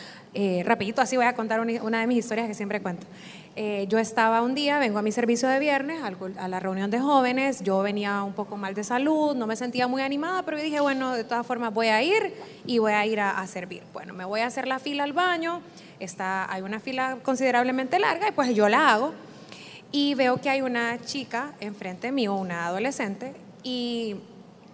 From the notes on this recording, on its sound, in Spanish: Este episodio fue grabado con público en Mass Experience evento por el 20 aniversario de radio Stereo Mass